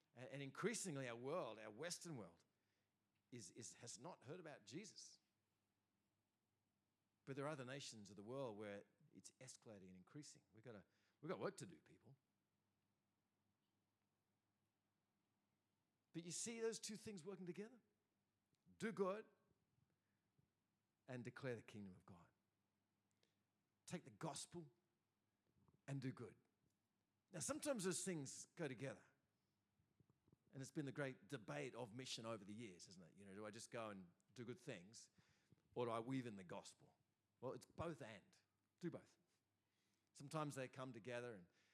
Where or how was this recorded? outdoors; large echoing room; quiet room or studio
large echoing room